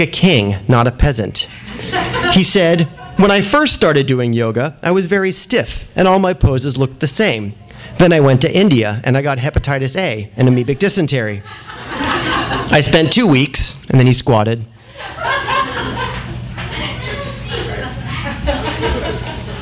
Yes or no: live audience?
yes